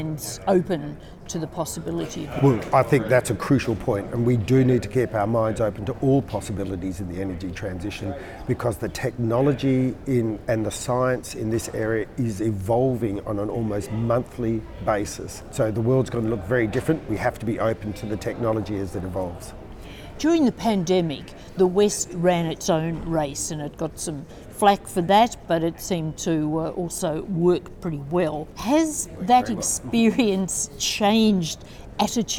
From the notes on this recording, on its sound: on the sidelines of the conference